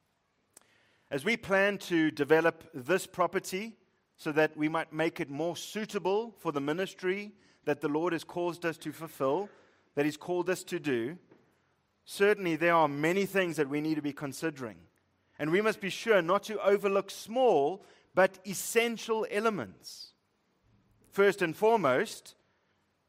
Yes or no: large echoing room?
yes